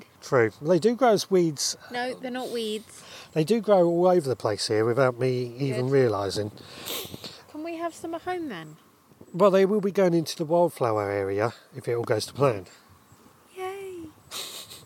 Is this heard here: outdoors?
yes